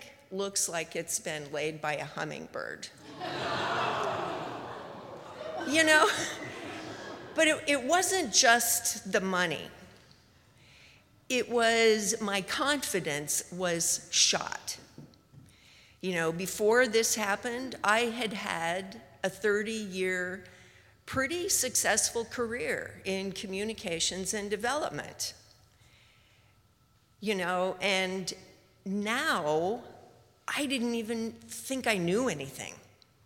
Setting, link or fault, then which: setting, live audience